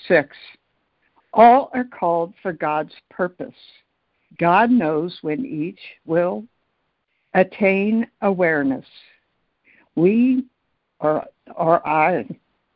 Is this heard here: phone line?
yes